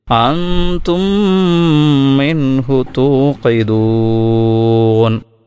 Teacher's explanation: അതിനുശേഷം വീണ്ടും മീം വരുന്നു. അപ്പോൾ ആദ്യത്തെ മീമിനെ രണ്ടാമത്തെ മീമിൽ ലയിപ്പിച്ചു കൊണ്ട് ഉച്ചരിക്കുന്നു